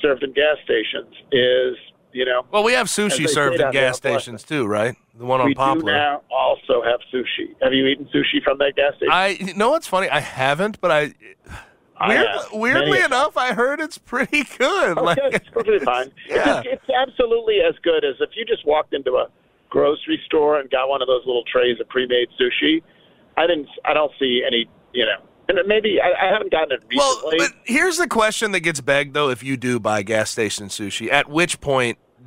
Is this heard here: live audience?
no